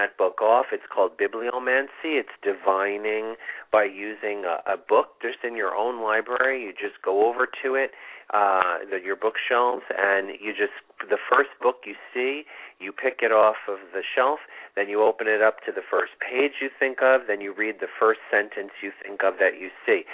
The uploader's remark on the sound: This is a call in show with live mini-readings!